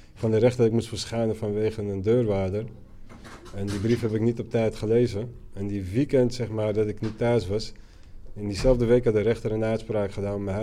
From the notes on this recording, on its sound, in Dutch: Opgenomen in het BIM HUIS in Amsterdam.